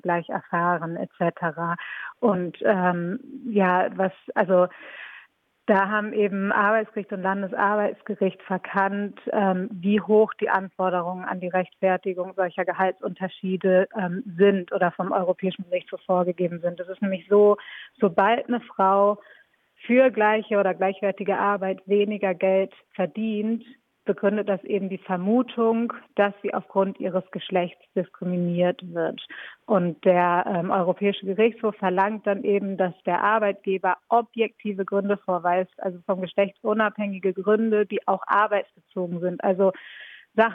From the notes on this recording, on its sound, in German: Am Telefon sprechen wir